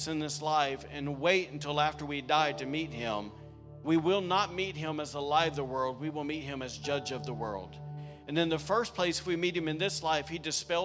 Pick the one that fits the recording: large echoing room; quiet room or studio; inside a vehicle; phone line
large echoing room